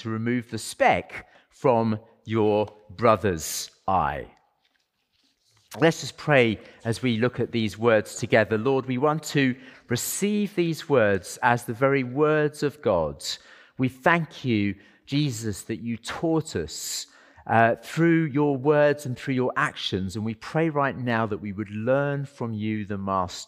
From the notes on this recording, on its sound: As part of our Sunday worship service.